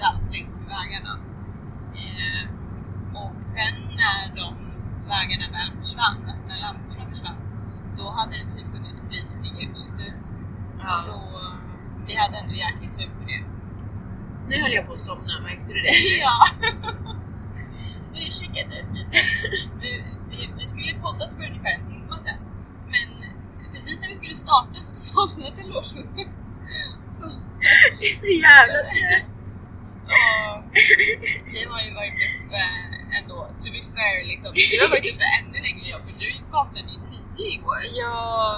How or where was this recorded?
inside a vehicle